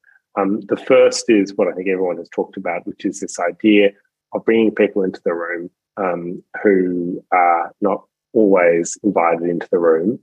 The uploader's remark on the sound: a special online seminar recorded Tuesday, 27 June